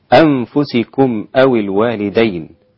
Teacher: صلة ميم الجمع بواو صغيرة مقدارها حركتين، وعند ورش ست حركات بالإشباع.